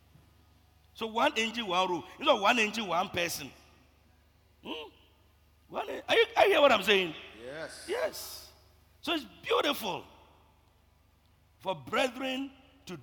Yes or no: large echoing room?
yes